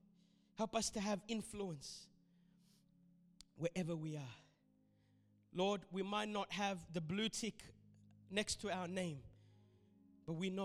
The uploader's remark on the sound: This sermon was recorded at Revive Church.